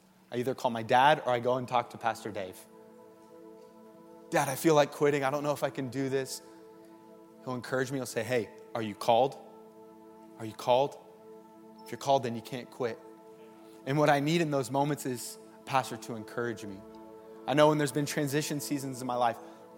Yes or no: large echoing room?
yes